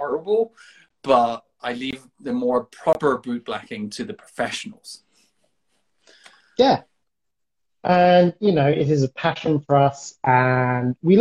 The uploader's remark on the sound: Recorded on 4 September 2021 on Instagram Live